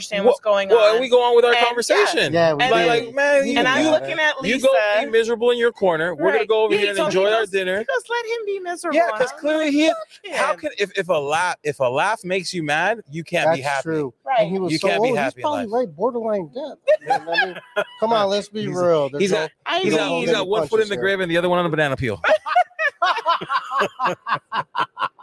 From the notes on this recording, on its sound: This week we take the show on the road. We recorded from The Next Level Laser Conference in Dallas.